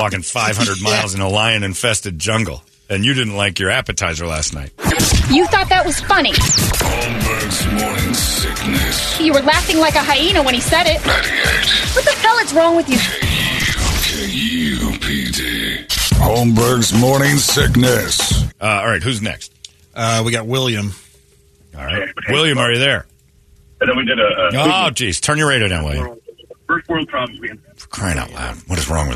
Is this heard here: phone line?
yes